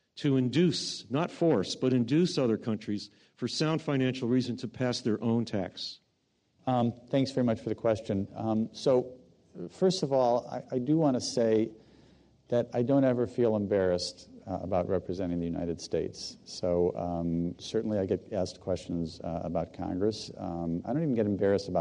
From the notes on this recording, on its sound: This program was recorded in front of a live audience at The Commonwealth Club in San Francisco on February 19, 2014